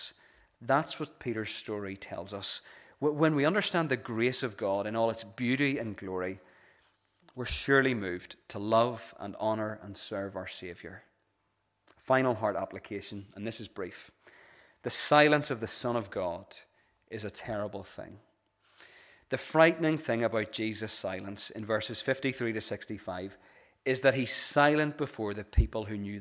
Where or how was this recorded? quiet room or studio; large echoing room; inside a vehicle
large echoing room